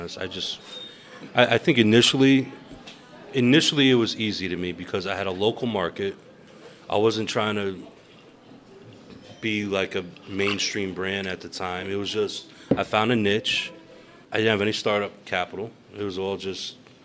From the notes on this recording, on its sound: While sitting at a live Watts & Ward event. While sitting at a live Watts & Ward event.